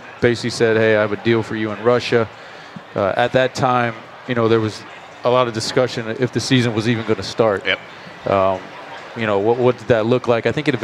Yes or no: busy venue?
yes